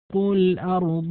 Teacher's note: الأرض اللام لام قمرية لأن اللام وقع بعدها الهمزة حكمها الإظهار